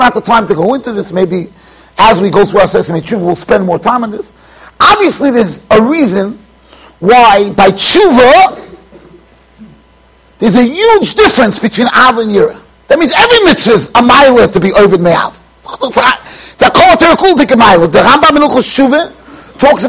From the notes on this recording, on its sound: Shiur recorded in Yeshivas Ohr Reuven, Monsey NY.